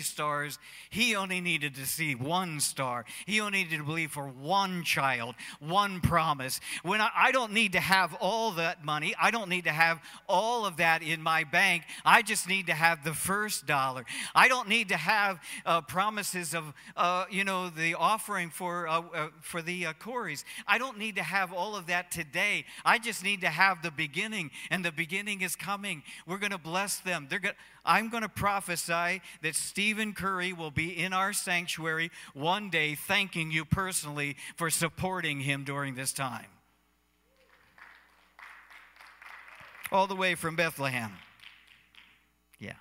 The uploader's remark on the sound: Cornerstone Fellowship Sunday morning service, streamed live.